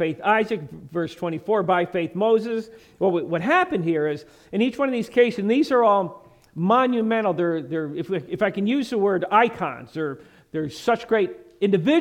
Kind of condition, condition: setting, large echoing room